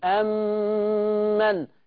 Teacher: شوفوا الميم في الميم دخلوا ازاي في بعض · Term: إدغام